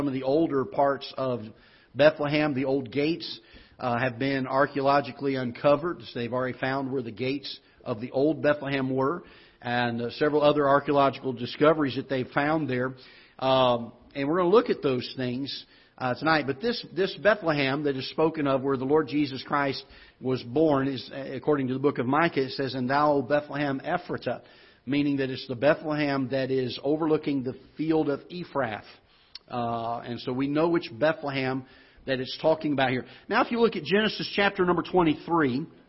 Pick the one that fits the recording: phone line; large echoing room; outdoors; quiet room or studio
large echoing room